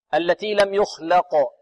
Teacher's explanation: إذن هنا القاف مقلقلة ومفخمة